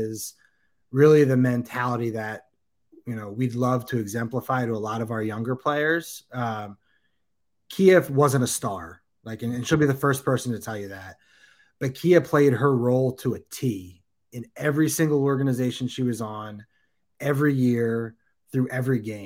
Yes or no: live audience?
no